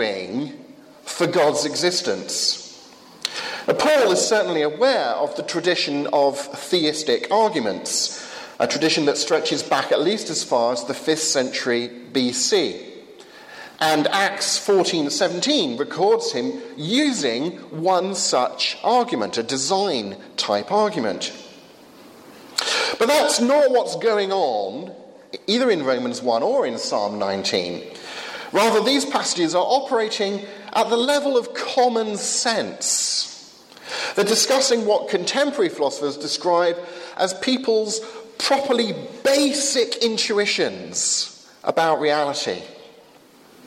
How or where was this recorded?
live audience